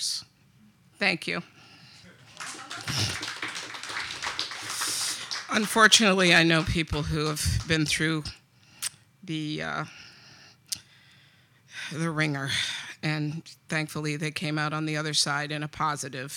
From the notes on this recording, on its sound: To the stage as the featured reader at the long-running Poets Speak Loud spoken word series at McGeary's in Albany.